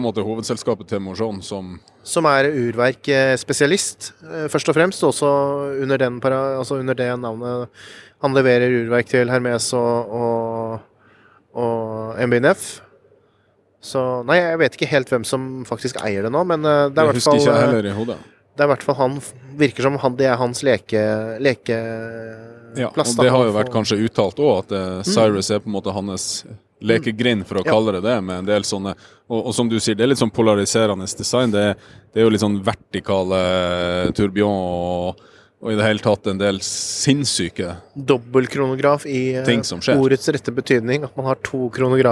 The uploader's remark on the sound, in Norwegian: Ny dag på verdens største klokkemesse, Watches and Wonders! Rapporterer live fra messegulvet.